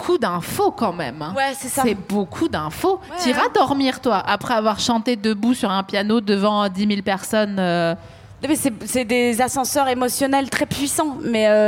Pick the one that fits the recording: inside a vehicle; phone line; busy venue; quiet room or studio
busy venue